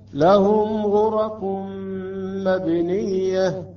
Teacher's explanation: بالنسبة للميم الساكنة مع الغين أظهرناها لهم غرف لم نتأخر عليها